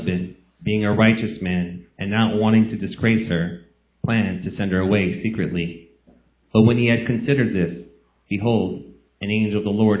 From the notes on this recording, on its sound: A recording of the Sunday Morning Christmas service.